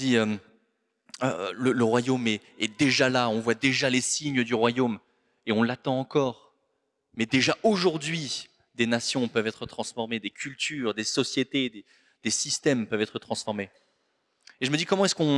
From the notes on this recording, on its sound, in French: Enregistré à l'église CVV, le 18/02/2024